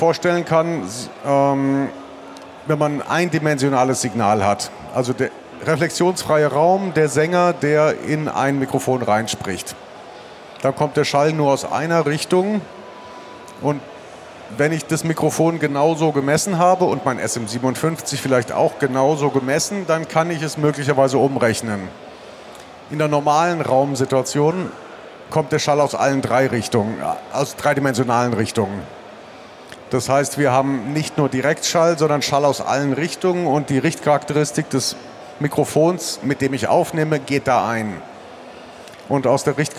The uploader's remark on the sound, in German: Live Diskussionsrunde von der Studioszene 2019. Während der Studioszene 2019 in einer hochkarätigen Runde von Mikrofonspezialisten.